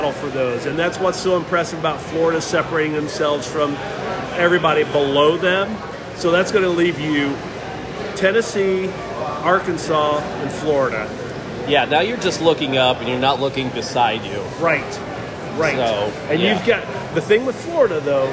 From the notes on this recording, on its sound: On location from Traders Brewing.